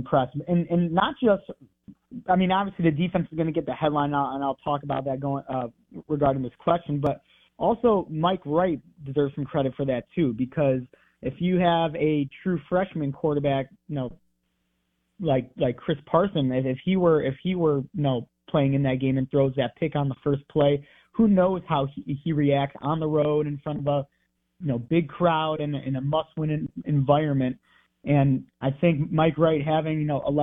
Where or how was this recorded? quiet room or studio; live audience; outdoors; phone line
phone line